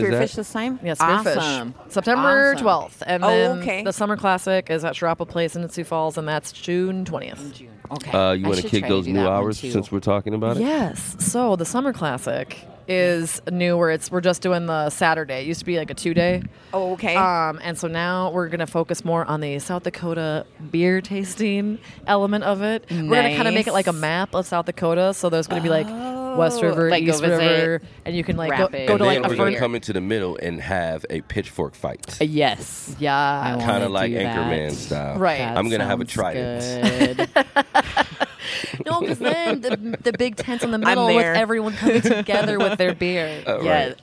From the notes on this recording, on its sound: LIVE From Pierre 2020. The 605 Show is back in Pierre for the annual Governor’s Conference on Tourism.